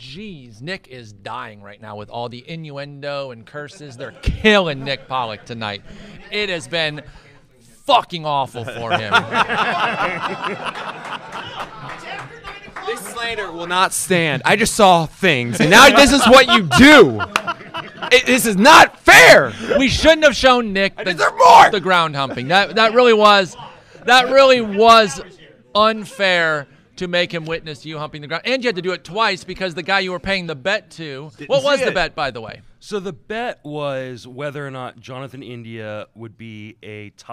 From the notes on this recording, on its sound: Live from the AFL 2023. Live from Arizona, the boys let it fly in the desert during the First Pitch Arizona conference. Joined by several special guests throughout the episode.